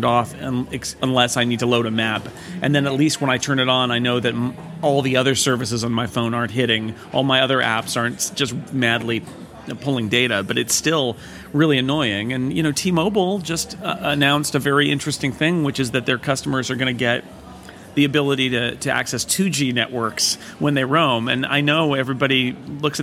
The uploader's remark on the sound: This week we're live in Montreal, Canada for the Cingleton conference!